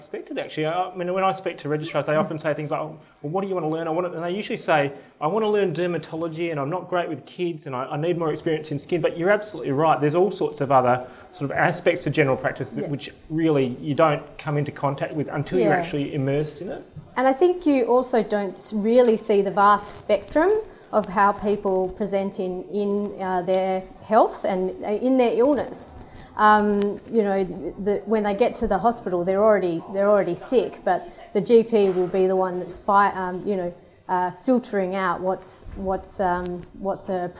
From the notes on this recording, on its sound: This interview was recorded in front of a live audience at the RACGP WA Open Day, Sunday 18 March.